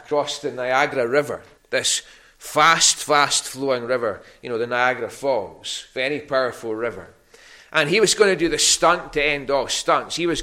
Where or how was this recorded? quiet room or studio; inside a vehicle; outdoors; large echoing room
large echoing room